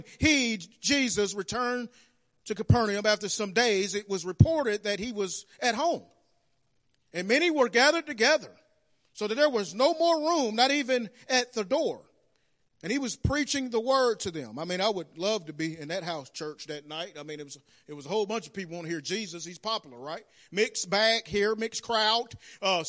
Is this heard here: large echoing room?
yes